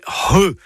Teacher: C'est le C'H qui sert à écrire le son RE, et donc pas CHE ni QUE, c'est RE. C'est un gros H aspiré.